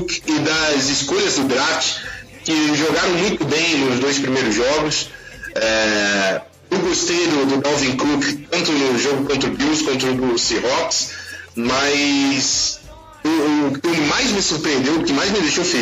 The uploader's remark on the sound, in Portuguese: Pedimos desculpas pela qualidade do áudio neste episódio. Problemas técnicos ocorreram no momento da gravação.